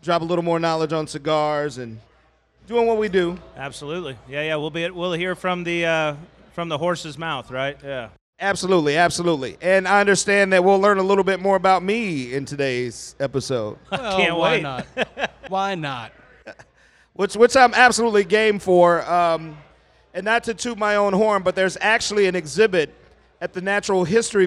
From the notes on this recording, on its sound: We recorded during our event with Crowned Heads Cigars.